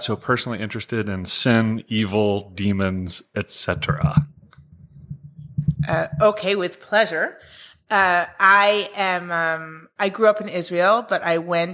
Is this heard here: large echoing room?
no